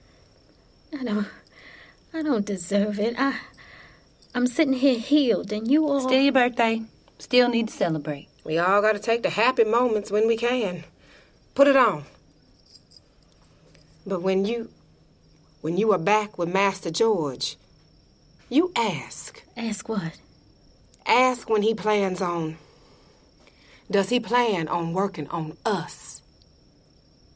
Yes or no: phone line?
no